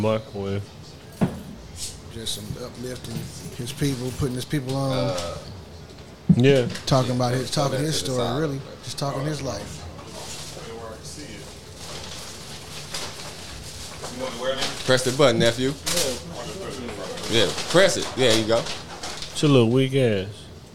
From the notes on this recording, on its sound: Live from The Playas Club